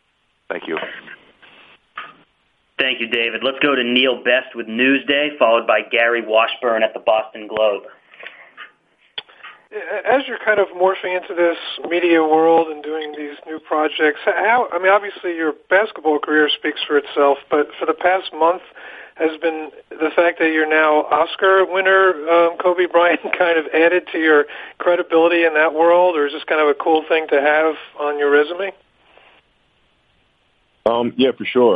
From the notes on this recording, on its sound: Media Conference Call